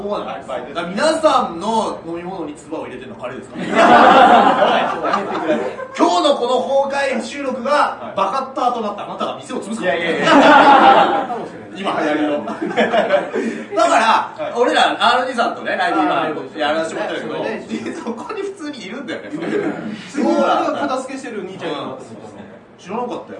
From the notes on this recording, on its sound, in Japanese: 公開収録